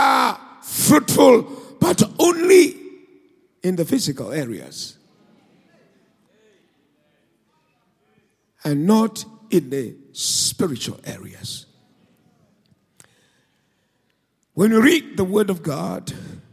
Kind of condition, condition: setting, large echoing room